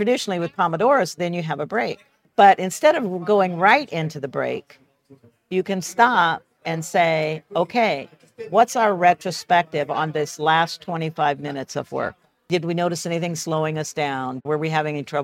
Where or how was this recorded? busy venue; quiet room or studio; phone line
busy venue